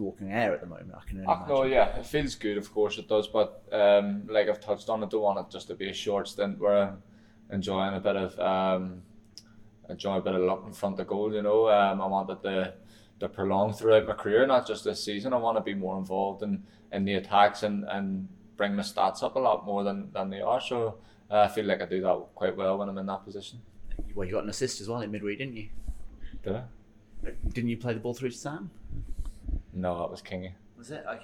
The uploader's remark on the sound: Press conference. Bristol City vs Blackburn Rovers.